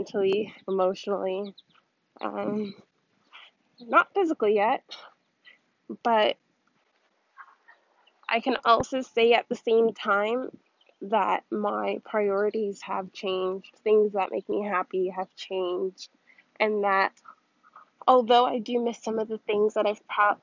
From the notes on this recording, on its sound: This is my first podcast, but I promise that I got much better at recording.